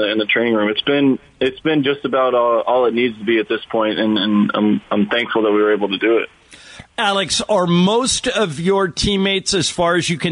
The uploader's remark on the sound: called in to the Mason and Ireland show